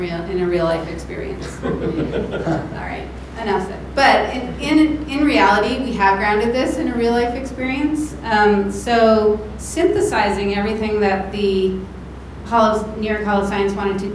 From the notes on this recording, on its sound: panel from New York Comic Con